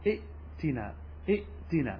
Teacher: فيه أي في ائتنا تسهيل بين الهمزة وبين حرف حركتها فقط، أي لا إبدال فيه · Term: التسهيل